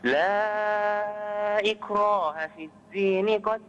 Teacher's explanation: مد لا إكراه أربع حركات